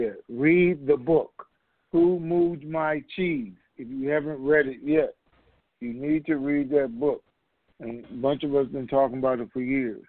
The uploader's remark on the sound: Conference Call